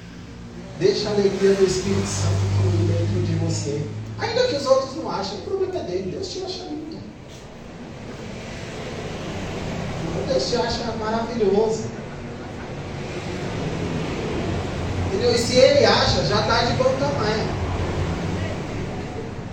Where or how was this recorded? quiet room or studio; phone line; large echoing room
large echoing room